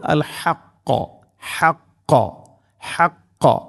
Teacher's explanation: ഹാ തൊണ്ടയുടെ മധ്യഭാഗമാണ് അതിൻ്റെ മഖ്റജ് ആ അക്ഷരം വരുന്ന സ്ഥലം.